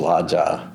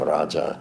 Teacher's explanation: I mean, just for example, in Indian languages, as in many languages, you have a relationship between the R and the L sound, and in real Magadhi, that is attested Magadhi, all the R's become L. · Shown in: first take · So like Raja, king, becomes Laja in that dialect.